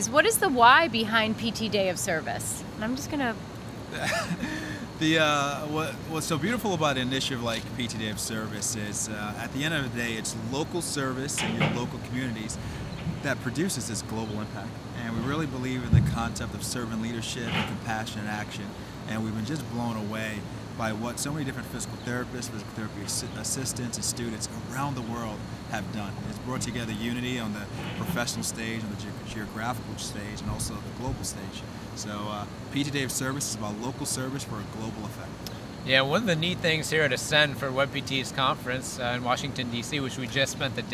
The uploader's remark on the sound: LIVE from the Ascend Conference in Washington DC